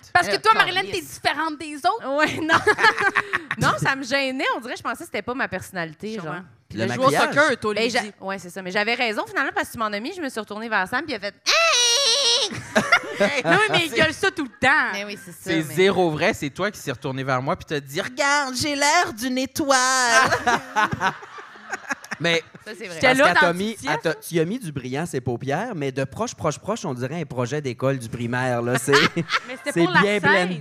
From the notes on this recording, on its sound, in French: Petit party enregistré au théâtre La Chapelle de Québec!